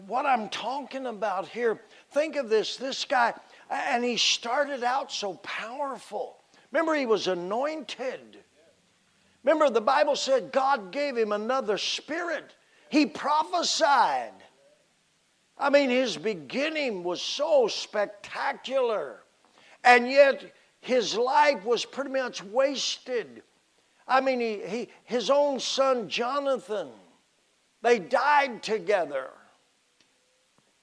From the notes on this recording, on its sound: PREACHED IN 2022 JACKSONVILLE NC PIONEER RALLY.